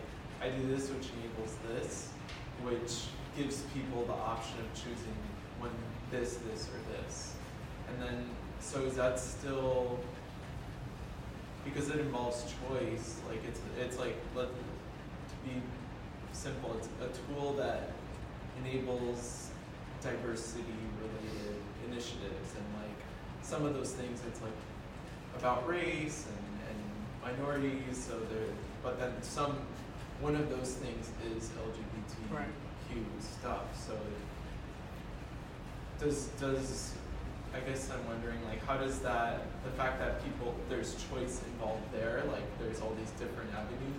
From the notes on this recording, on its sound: This lecture was given on June 16th, 2023, at the NYC Thomistic Institute at the Dominican House of Studies.